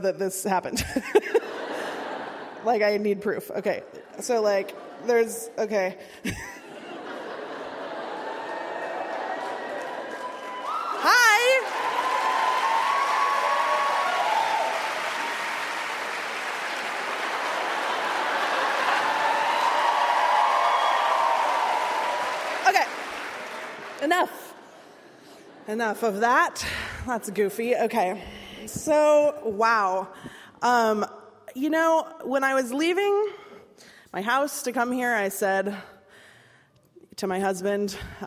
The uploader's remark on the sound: At Seattle Town Hall. Speaks to a Town Hall Seattle audience on May 25.